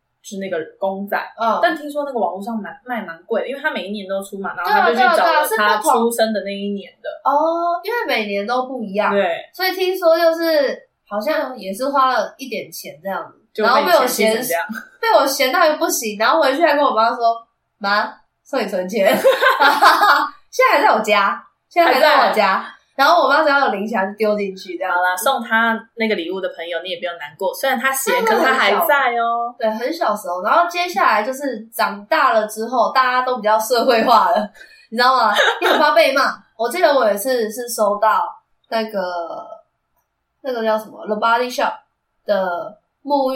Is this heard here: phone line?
no